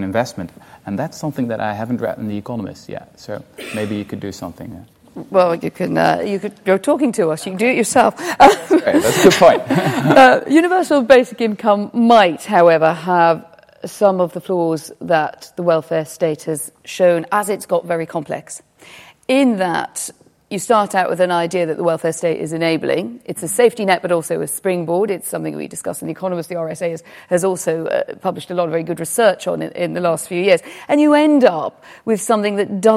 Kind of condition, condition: setting, live audience